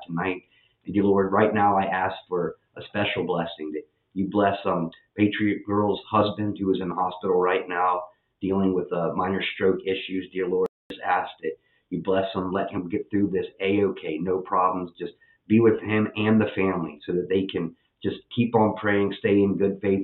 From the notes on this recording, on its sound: Had audio issues.